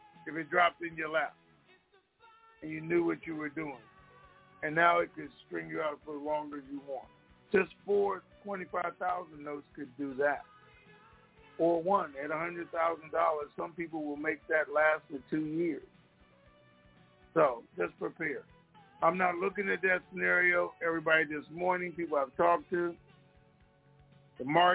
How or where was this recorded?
phone line